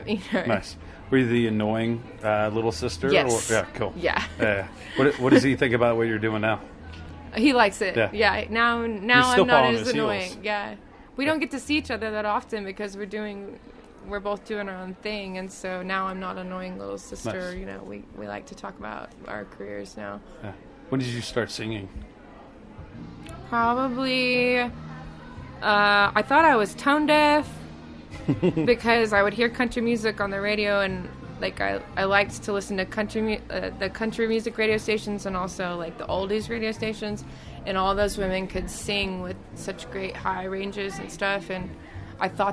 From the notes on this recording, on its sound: Recorded backstage at 3 Kings Tavern in Denver, Colorado.